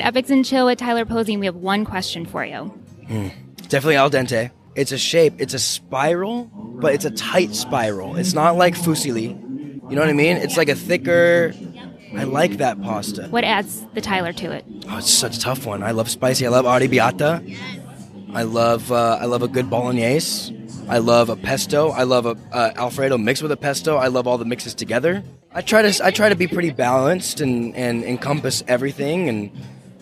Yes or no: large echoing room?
no